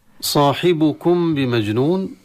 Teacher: صاحبكم بمجنون، هنا الميم الساكنة تبعدها باء، والحكم في مسائل التجويد يسمى إخفاء شفوي. إخفاء شفوي أي نخفي الميم عند الباء بغنة، وسمى شفوي لأن كلا الحرفين مخرجهما من الشفتين. بمجنون طبعا إذا وقفنا نحذف التنوين ونسكن النون.